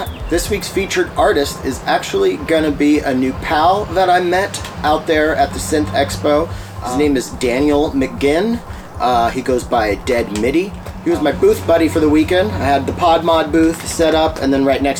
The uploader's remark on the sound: talk from PDX Synth Expo